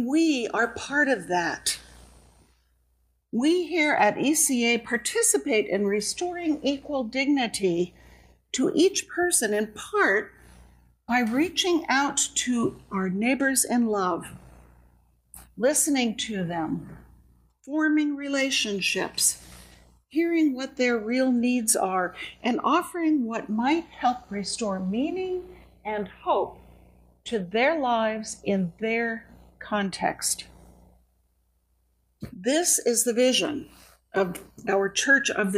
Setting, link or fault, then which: setting, large echoing room